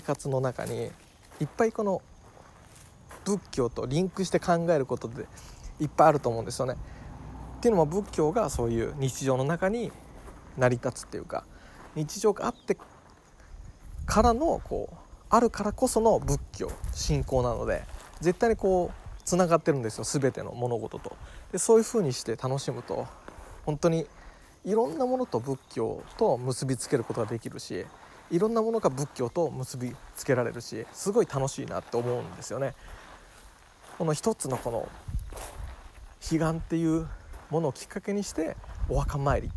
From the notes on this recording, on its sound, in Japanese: 境内おさんぽトーク。境内を歩きながらお話いたします。